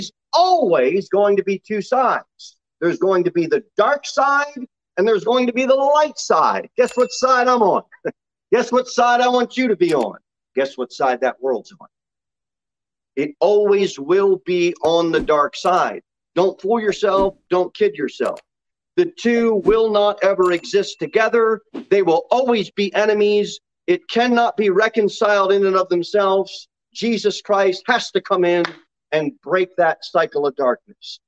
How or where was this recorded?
large echoing room